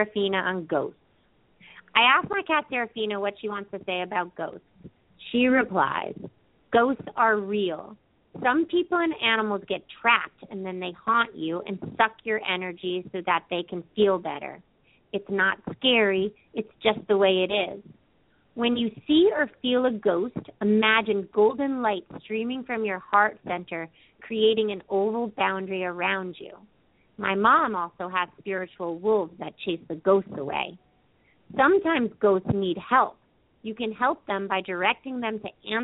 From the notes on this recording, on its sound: open up the lines for listeners to call